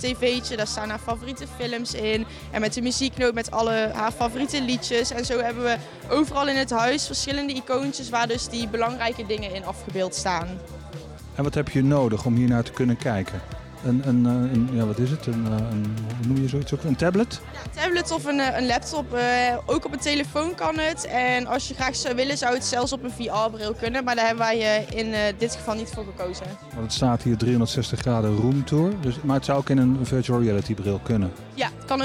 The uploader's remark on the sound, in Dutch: Opgenomen tijdens het symposium Tech, Innovation and Design in Health op 29 juni 2023.